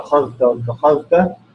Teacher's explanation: وبيدغم الذال الساكنة في التاء في أخذت واتخذت